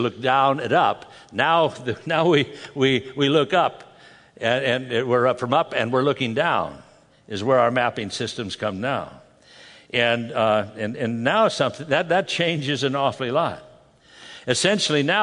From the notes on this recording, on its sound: From the Northern California and Nevada Calvary Chapel Pastor's & Leaders Conference